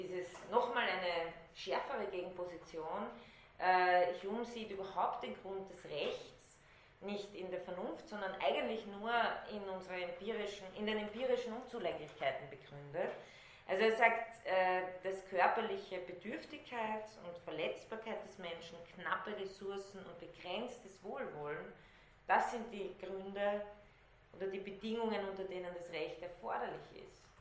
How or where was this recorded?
large echoing room